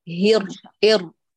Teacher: لابد أن تحافظي على تفخيم الراءان بذات القدر وتقرأيها مجهورة دون همس